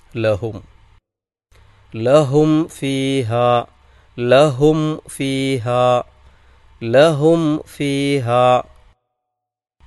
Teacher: അതിനെ വ്യക്തമാക്കി ഉച്ചരിക്കണം. അഥവാ സുക്കൂനുള്ള മീം ഉച്ചരിക്കപ്പെടുമ്പോൾ, രണ്ട് ചുണ്ടുകൾ പരസ്പരം ചേരണം, തട്ടണം, ടച്ച് ചെയ്യണം